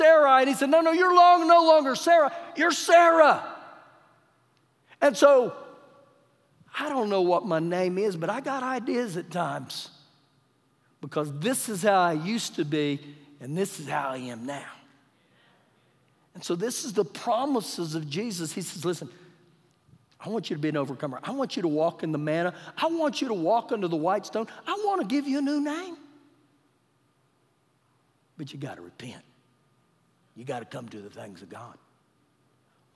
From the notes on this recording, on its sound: Recorded live during our Wednesday night service